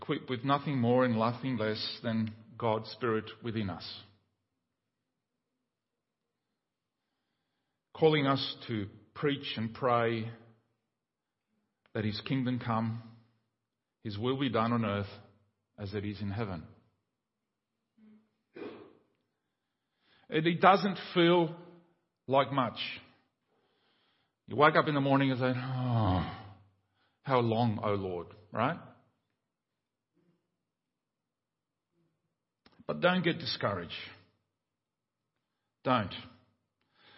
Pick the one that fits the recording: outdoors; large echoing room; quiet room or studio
large echoing room